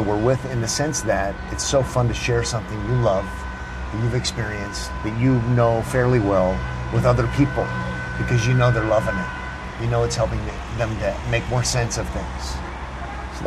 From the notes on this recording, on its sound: Recorded on location in Israel.